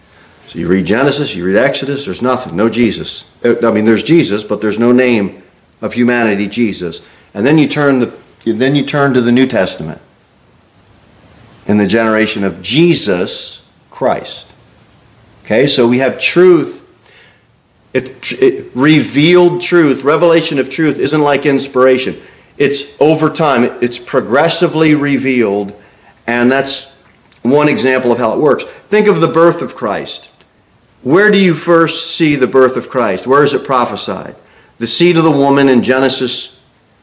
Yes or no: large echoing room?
yes